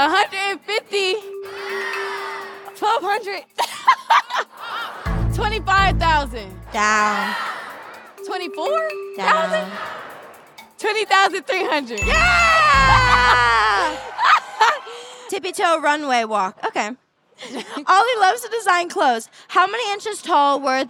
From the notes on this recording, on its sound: With a LIVE audience for this podcast episode. All with audience members playing along!